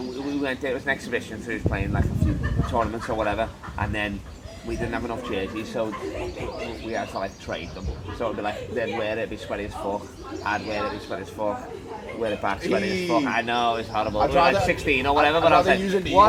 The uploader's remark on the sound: Stoned Outside. Got too stoned to live the pub so we had to record outside! We riffing in the wind.